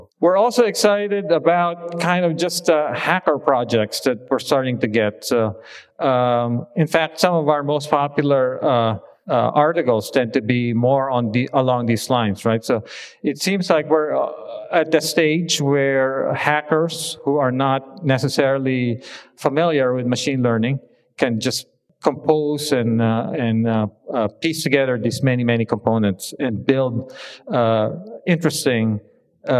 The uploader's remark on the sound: This episode consists of excerpts from a recent talk I gave at a conference commemorating the end of the UC Berkeley AMPLab project.